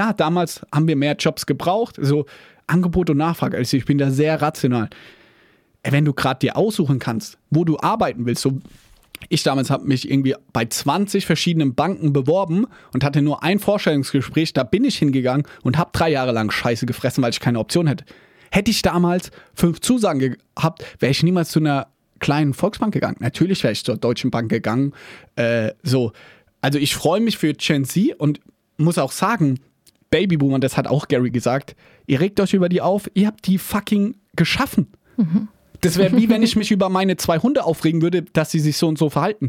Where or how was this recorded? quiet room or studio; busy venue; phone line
quiet room or studio